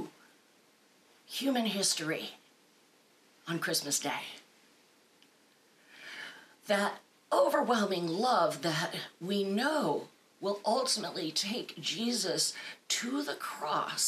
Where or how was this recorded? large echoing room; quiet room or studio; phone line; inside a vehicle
large echoing room